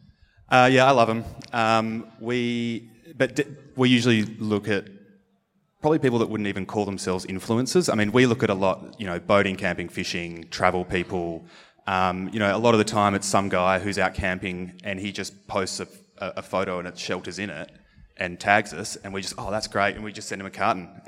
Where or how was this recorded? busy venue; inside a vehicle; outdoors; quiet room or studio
busy venue